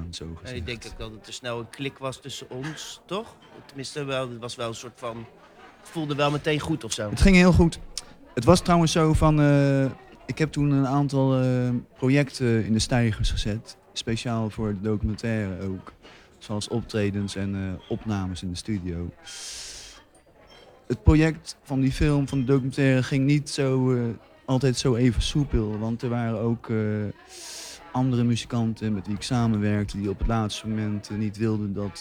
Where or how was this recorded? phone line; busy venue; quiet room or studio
busy venue